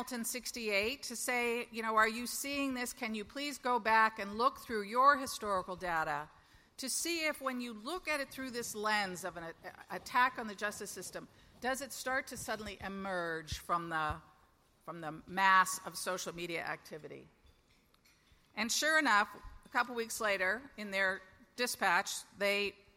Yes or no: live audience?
yes